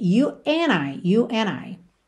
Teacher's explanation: Pulou o D ali do and completamente